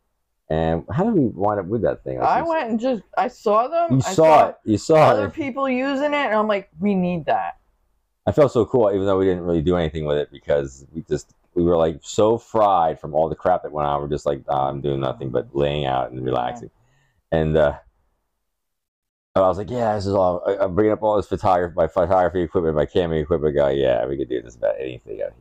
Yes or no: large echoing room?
no